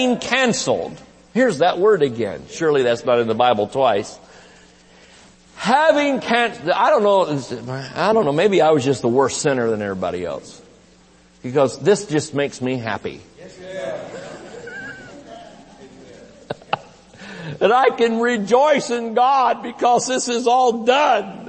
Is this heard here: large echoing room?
yes